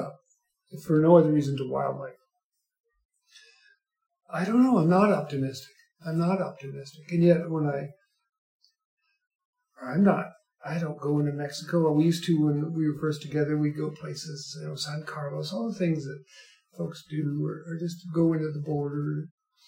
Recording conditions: poor sound quality